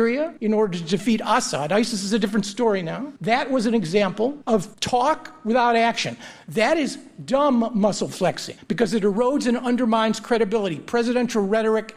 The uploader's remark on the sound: Before the debate, the audience at the Kaufman Music Center in New York voted 26 percent in favor of the motion and 31 percent against, with 43 percent undecided.